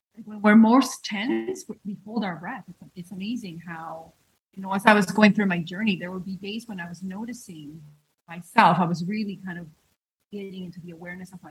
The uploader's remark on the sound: the sound quality isn't the best